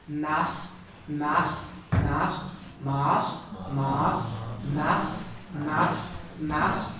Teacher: A slender M, your lips are spread apart and they're stuck in against the teeth.